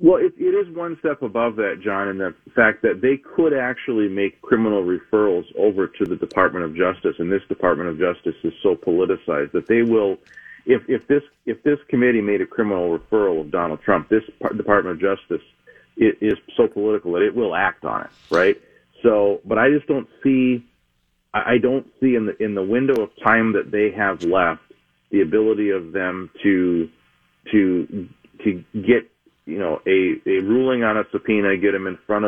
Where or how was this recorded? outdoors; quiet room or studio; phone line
phone line